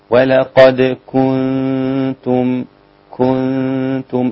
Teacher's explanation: الكاف رقيقة مضمومة. الكاف رقيقة تأخذ ضمها الخالص